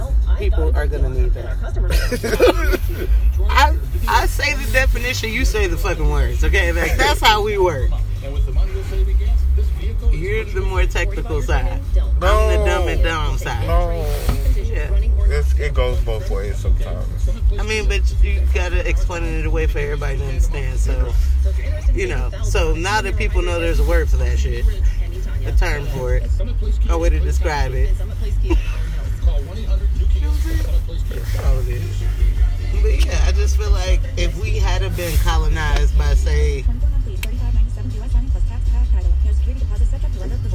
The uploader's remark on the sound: Conversations in the car with my best friend